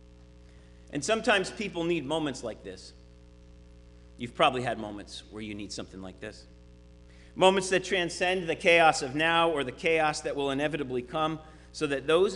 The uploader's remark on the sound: Sermon preached at RCHP